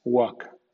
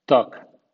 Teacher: Delante de K, F, M y con frecuencia V tenemos cuatro casos en los que la L es muda